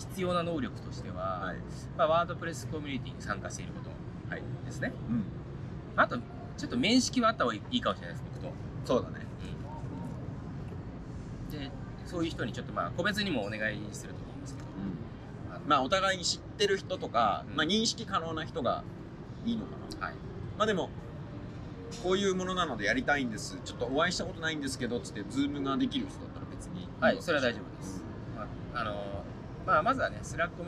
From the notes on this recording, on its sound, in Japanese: WordCamp Asia 2023の現場 Icon Siam で。WordPressの祭典WordCampがAsiaでおこなわれました。その現場からPodcastを収録。